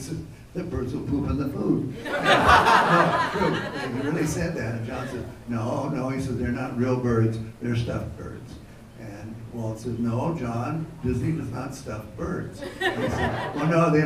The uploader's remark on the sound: This was recorded live at the ESPN Zone in Downtown Disney in Anaheim, during the MiceAge 10th Anniversary Breakfast Celebration!